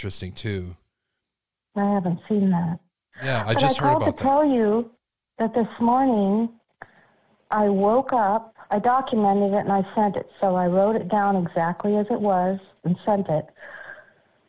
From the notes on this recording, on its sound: We take your calls live!